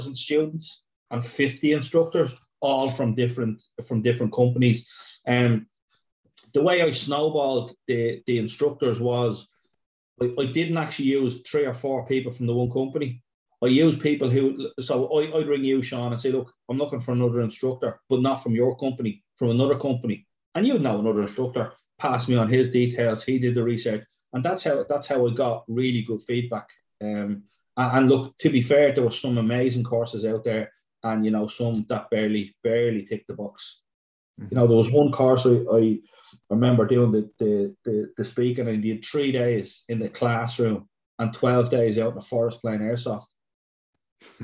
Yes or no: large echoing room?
no